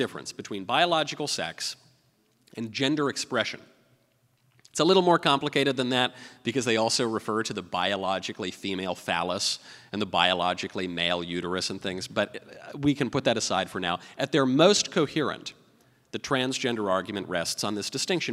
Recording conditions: live audience